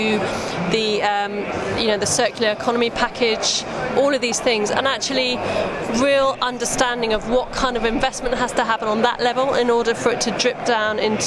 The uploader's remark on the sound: Out of the studio and on location this week for Resource Event at Excel, London